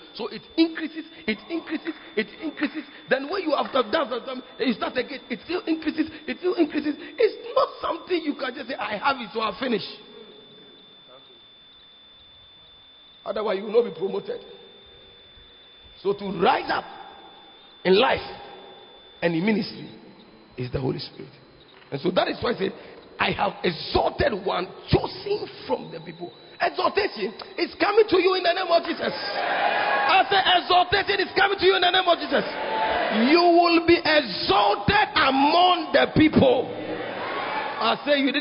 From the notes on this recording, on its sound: Preached At The 12 Foundations Of The Bacenta Camp